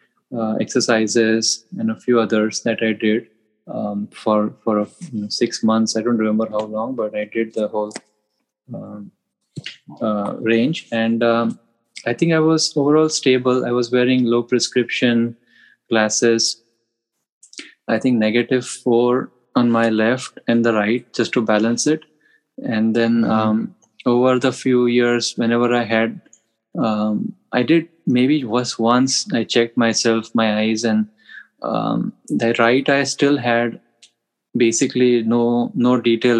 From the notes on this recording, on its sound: Now we’re doing a follow-up zoom session.